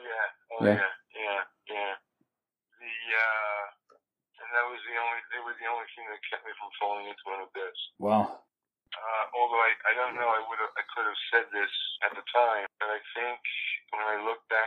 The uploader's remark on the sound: Audio quality is not so good, I was recording for the first time in these discussions.